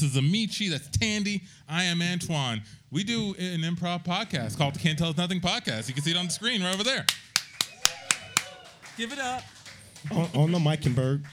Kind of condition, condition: setting, live audience